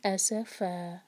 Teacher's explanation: ایس فا، فا پر فتح کی تنوین ہے، تو آیت کو ہم جہاں یہاں روکیں گے تو ہم دو حرکہ کھینچ کے پھر رکیں گے. ایس فن نہیں کہیں گے، ہم کہیں گے ایس فا، فا دو حرکہ ہونا چاہیے